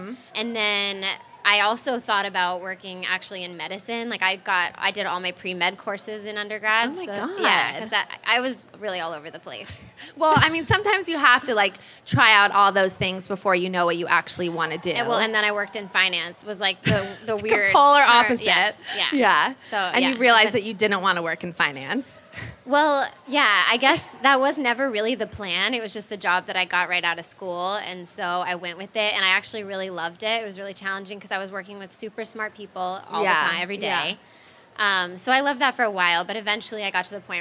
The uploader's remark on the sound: We recorded a LIVE episode. At The Grove (an outdoor mall here in LA)!!